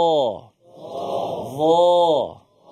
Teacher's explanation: Lidah saja di depan, hujung lidah. Tetapi suaranya daripada belakang. Maksudnya suara daripada pangkal lidah kita itu terangkat, menyebabkan suara kita menuju ke langit.